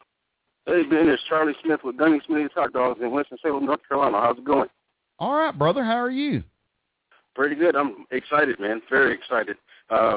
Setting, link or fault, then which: link, phone line